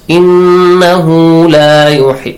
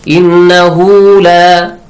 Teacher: And the word innahu, in nun mushaddad, and also ha, who, make sure you prolong it for two counts.